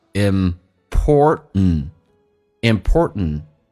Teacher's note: 在美式发音当中 TN 组合，这个 T 是可以不用发音的， T 不发音气流阻塞一下